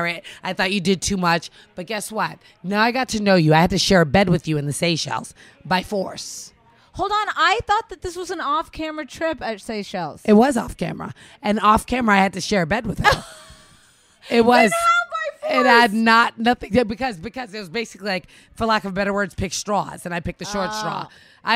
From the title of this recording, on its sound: Live from BravoCon